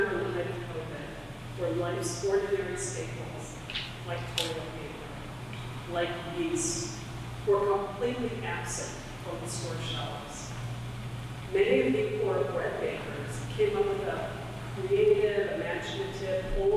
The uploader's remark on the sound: Technical difficulties with the church audio system prevented a clear recording.